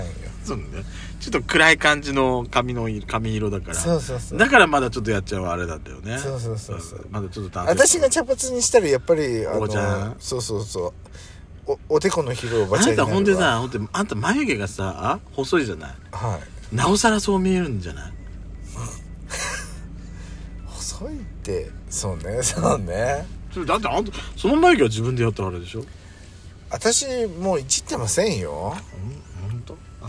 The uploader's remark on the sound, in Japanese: From Radiotalk。パーキング収録。